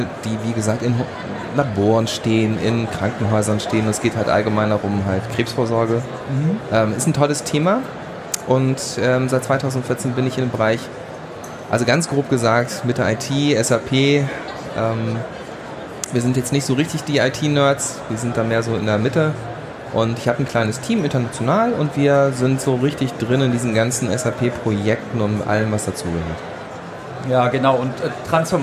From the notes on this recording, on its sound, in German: Diesen Podcast haben wir live auf der OMR in Hamburg.